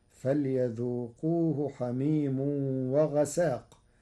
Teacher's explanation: قرأ ورش كلمة وغساق بتخفيف السين، فتصير فليذوقوه حميم وغساق على أنه اسم لا صفة لأن فعال مخفف في الأسماء كالعذاب.